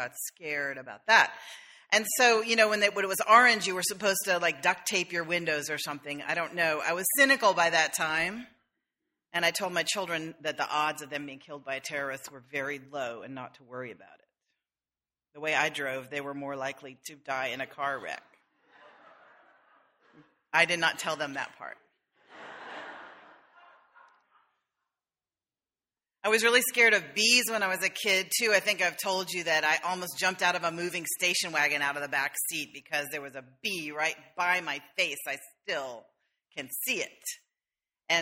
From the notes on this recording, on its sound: sermon delivered on August 4, 2013